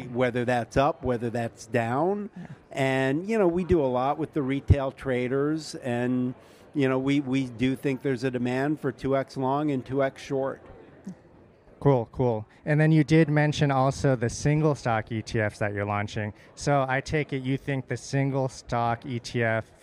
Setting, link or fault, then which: setting, busy venue